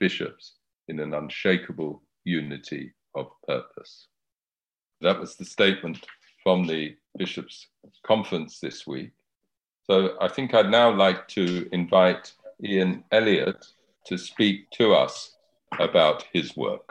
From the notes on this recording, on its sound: Safeguarding - Virtual Press Conference. A press conference that took place virtually.